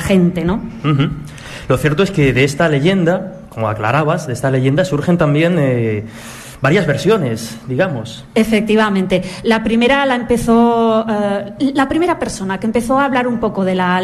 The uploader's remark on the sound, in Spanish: realizado ante público en Pinseque (Zaragoza) el pasado 24 de noviembre